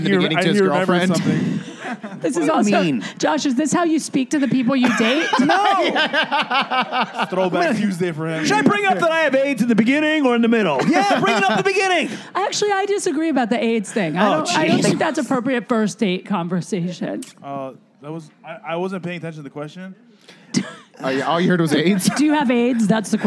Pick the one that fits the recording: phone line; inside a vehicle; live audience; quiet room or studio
live audience